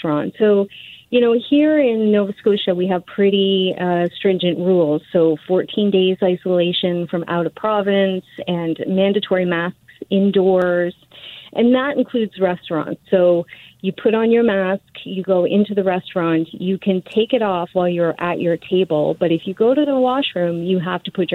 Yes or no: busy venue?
no